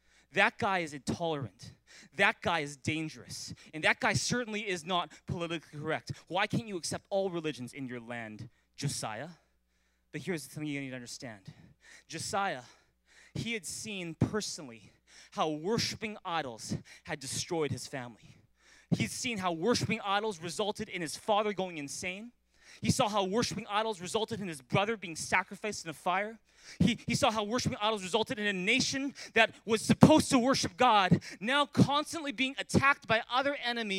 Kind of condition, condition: setting, large echoing room